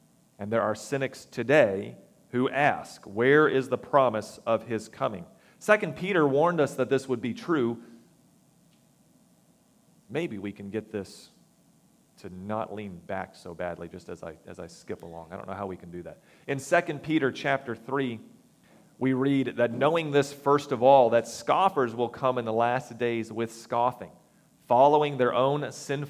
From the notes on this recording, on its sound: recorded September 24, 2022, at the Ringgold Seventh-day Adventist Church